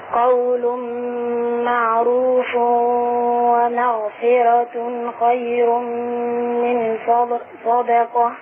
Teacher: ولما تبقى عندي راء مفتوحة قبلها حرف مكسور ورشة يعمل ايه في الراء؟ أرققها